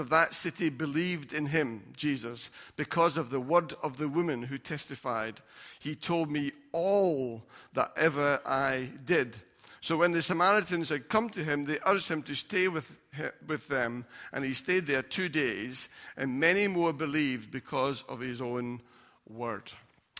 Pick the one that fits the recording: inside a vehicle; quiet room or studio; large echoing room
large echoing room